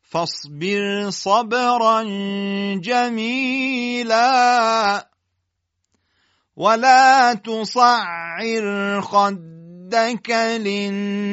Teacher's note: شما در فاصبر صبرا و در عبارت ولا تصعر خدك میبینید که دیگه اینجا را رو تفخیم نمی کنیم